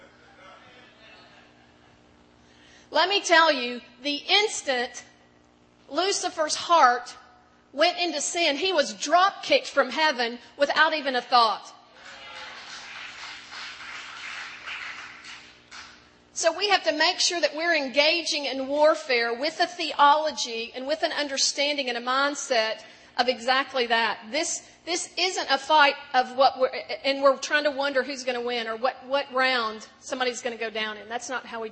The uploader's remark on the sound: In this last session of The FOCUS Conference